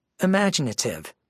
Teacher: 5 syllables, main stress on the second syllable.